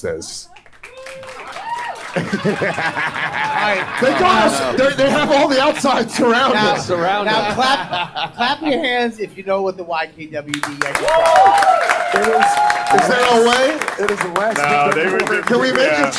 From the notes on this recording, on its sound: This years Yankee Swap is LIVE from the Comedy Cellar Fat Black Pussycat Bar